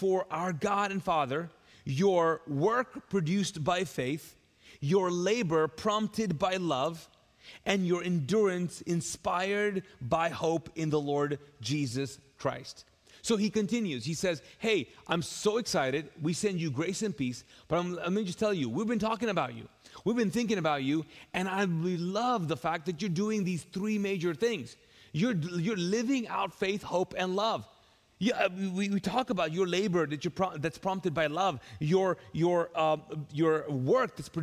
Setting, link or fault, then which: setting, large echoing room